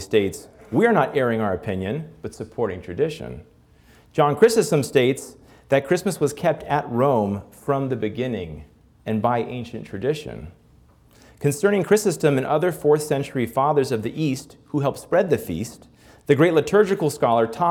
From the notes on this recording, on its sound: This Principles Live Lecture was broadcast from our annual Christmas at Christendom event. This Principles Live Lecture was broadcast from our annual Christmas at Christendom event for our President's Council benefactors.